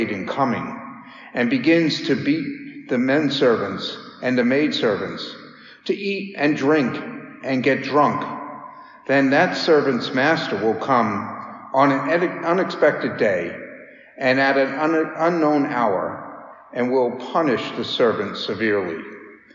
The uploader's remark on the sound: Daily Mass homily